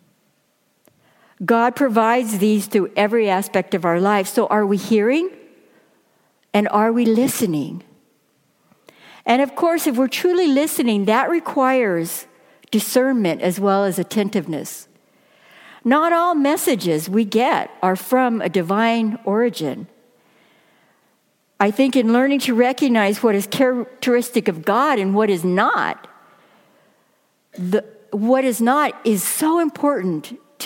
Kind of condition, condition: setting, large echoing room